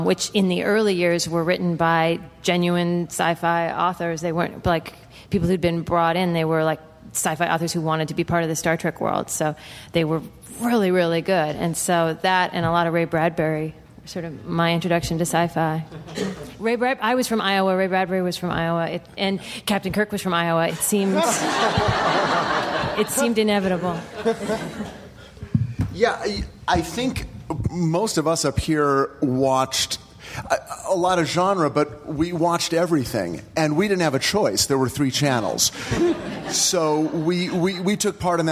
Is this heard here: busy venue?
yes